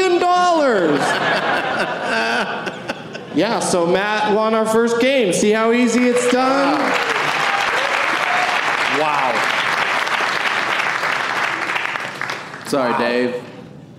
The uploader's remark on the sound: Live from the Pittsburgh Improv